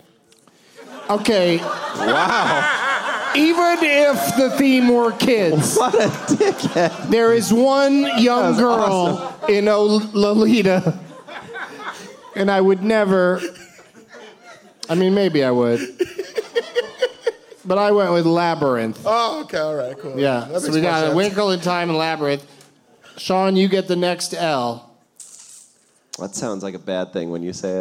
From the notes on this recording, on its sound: Live from the Improv in Brea